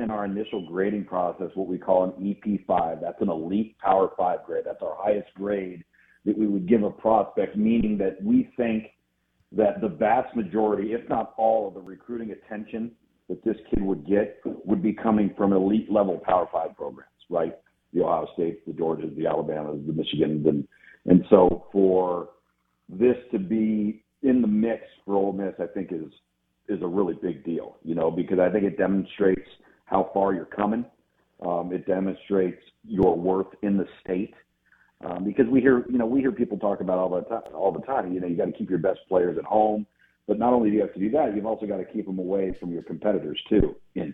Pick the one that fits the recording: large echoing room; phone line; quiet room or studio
phone line